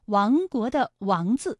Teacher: 它也是一个后鼻音，韵母是昂